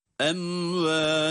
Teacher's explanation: Cezimli mimden sonra vav harfinin gelmesiyle burada mim harfini izhar ile açıktan okuyoruz ama bir sekte yapmadığımız gibi tutma da yok burada. Em ve bakınız em dedik mimin kendisini okuduk sonra hiç araya boşluk açıklık getirmeden hemen vav harfine geçiyoruz. · Term: izhar-ı şefevi